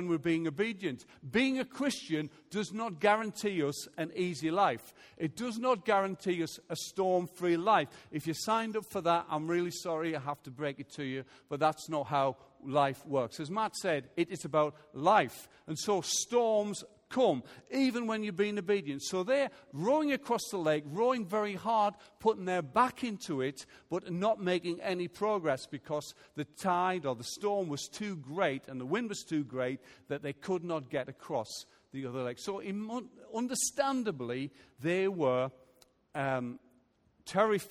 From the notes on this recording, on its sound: Recorded Live at Life Church on Sunday 2nd September 2018.